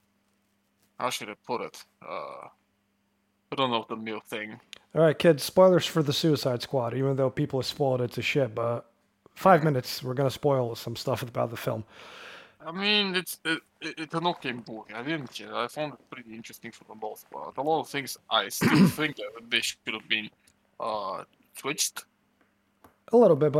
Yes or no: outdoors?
no